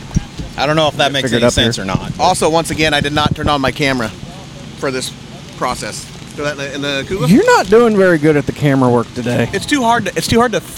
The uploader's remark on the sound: Live from the AFPD BBQ Fundraiser. We were live at a BBQ Competition.